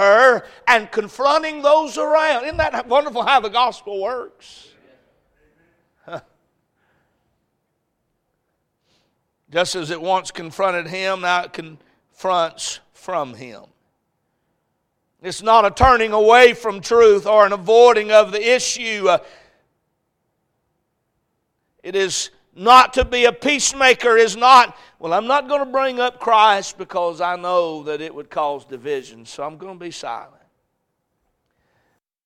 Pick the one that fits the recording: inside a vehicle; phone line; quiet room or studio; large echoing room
large echoing room